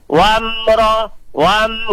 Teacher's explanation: Jadi wam itu mim mati ketemu roh, dibacanya idhar safawi. Wamro, wam, gak boleh wam, karena mim itu hampir semuanya kalau mati itu dibaca idhar atau jelas, kecuali ketemu mim, ketemu ba.